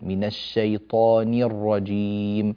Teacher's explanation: أنبهك إلى إخلاص كسر النون في الاستعاذة والبسملة. أعوذ بالله من الشيطان، ني ليس من الشيطان، ني اكسري جيدا، من الشيطان الرجيم.